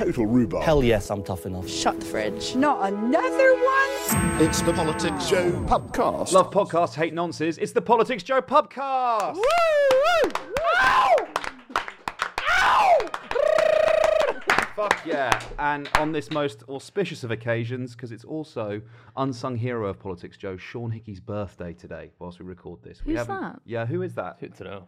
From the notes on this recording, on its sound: vox pops with conference attendees